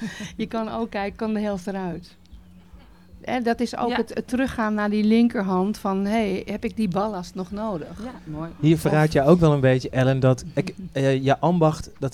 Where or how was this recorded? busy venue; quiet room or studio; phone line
busy venue